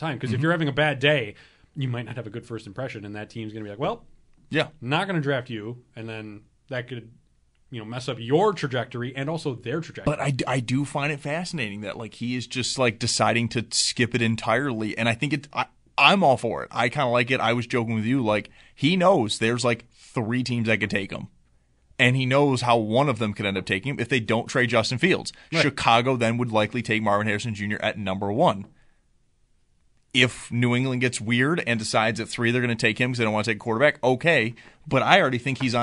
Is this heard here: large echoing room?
no